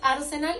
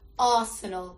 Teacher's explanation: La R no se pronuncia y la E y la A tienen el mismo sonido · Shown in: second take